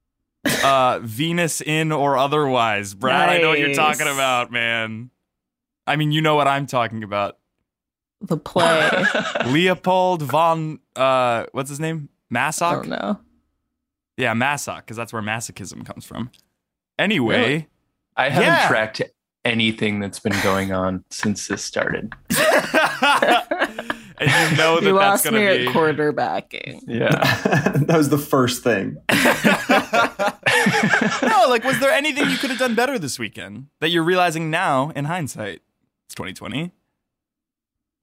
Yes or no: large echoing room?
no